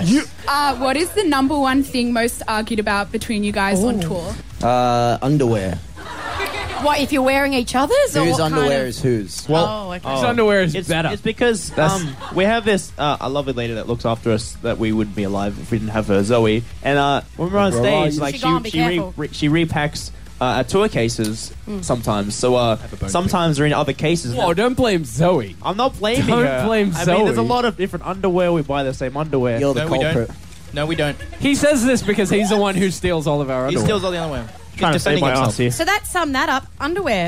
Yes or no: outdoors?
yes